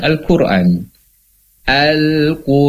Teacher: Qu-nya sudah tebal ketemu dengan ro. Al-Qur'an, tapi an-nya dia tipis.